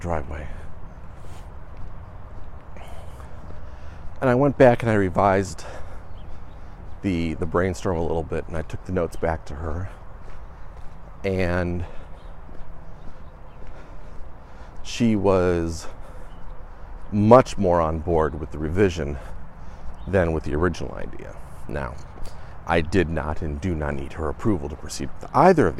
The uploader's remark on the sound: walk and talk